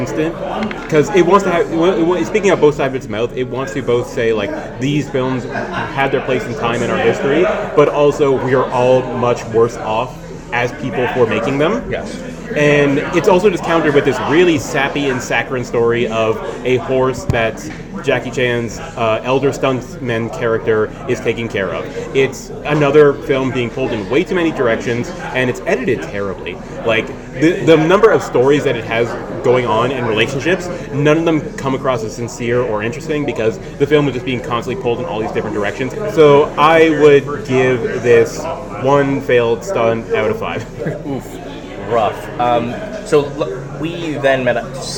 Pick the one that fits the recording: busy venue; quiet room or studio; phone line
busy venue